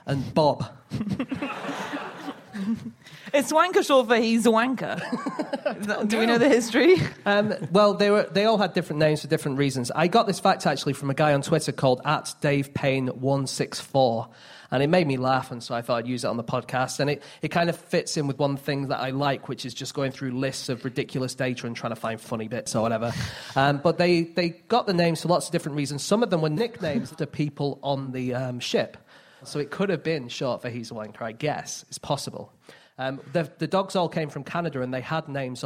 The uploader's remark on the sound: Live from The Junction in Cambridge.